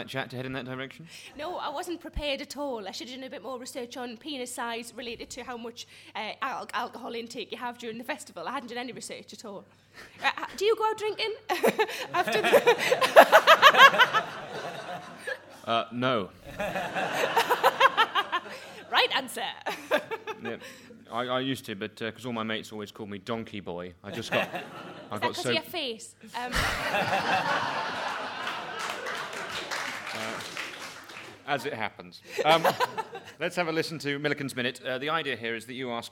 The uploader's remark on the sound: Edinburgh festival podcast: The Guardian Live at the Gilded Balloon.